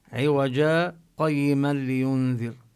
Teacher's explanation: هلا إذا أراد الإنسان أن يصل عند حفص يقرأ ولم يجعل له عوجا قيما لينذر، يعني بدون تنوين يسكت سكتة خفيفة من غير أن يتنفس